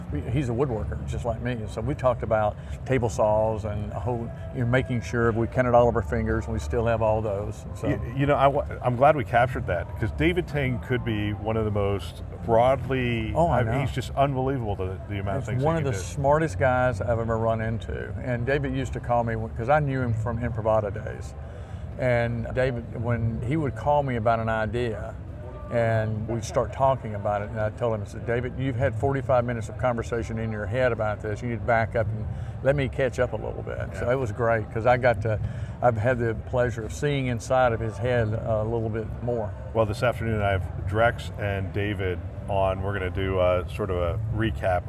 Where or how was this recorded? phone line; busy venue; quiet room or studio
busy venue